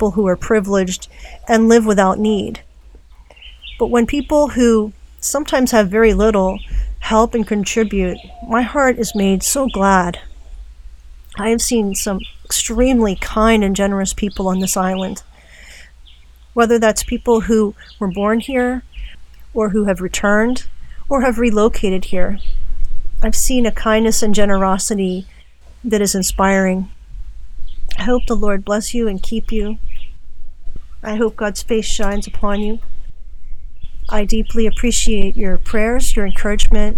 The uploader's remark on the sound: More from the island today (recorded from a cabin in the rainforest of Naguabo, Puerto Rico).